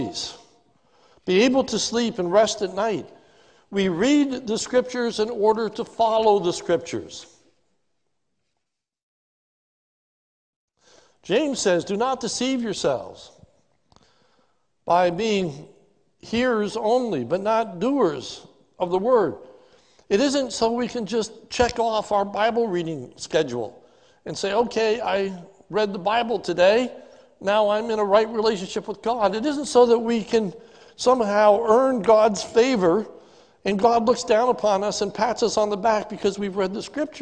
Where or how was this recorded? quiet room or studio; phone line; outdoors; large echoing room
large echoing room